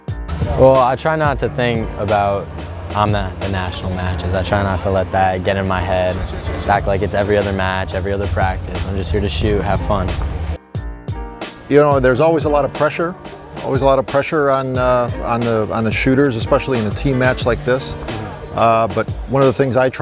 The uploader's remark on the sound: Interviews from Camp Perry's CMP National Matches. Held each summer at Camp Perry.